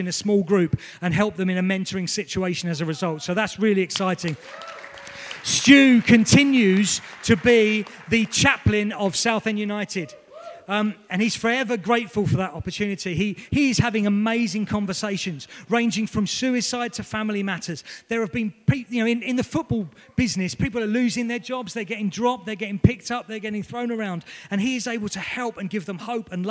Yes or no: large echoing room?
yes